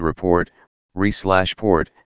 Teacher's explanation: the first syllable in the word report, re/port, is open so the e is long · Term: open syllable